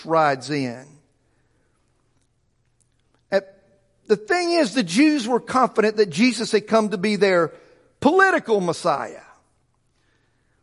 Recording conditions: large echoing room